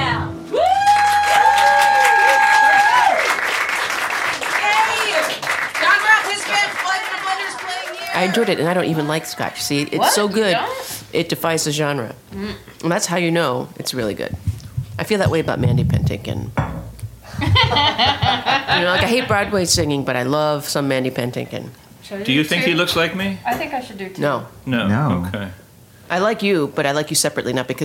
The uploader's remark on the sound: This installment includes excerpts of live performances by songwriters and artists recorded at the BBC event. At Barbès in Park Slope, Brooklyn. There are interviews with the songwriters and artists. In their Park Slope kitchen.